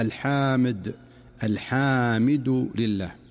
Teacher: بحيث يمد بعضهم الحاء مدا مفرطا فينطقها الحامد · Term: التوليد